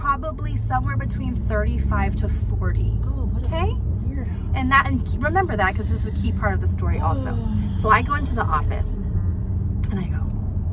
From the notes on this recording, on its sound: We recorded this in the car so please excuse the live action background noises